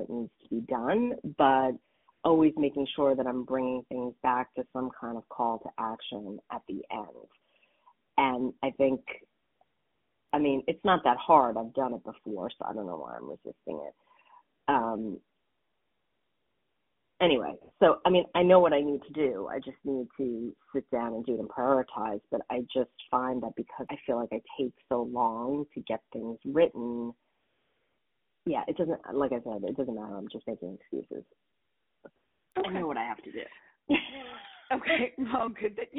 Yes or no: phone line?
yes